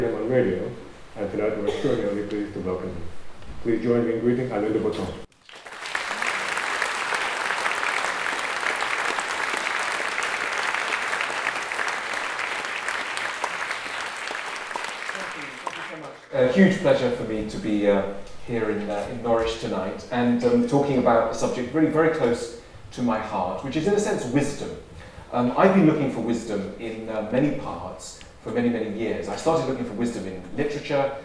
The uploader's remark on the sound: as part of the Words and Ideas events at the Norfolk & Norwich Festival